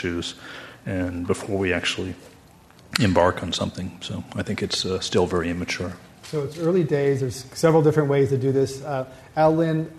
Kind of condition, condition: setting, live audience